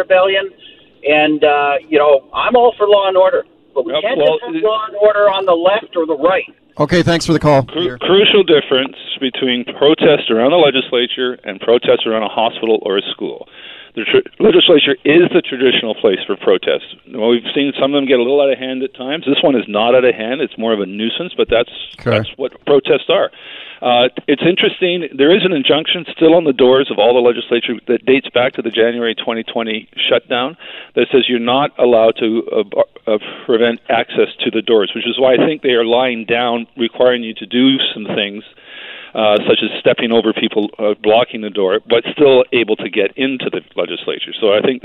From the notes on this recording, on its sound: Is on the phone because Fairy Creek logging protests are blocking the Victoria legislature!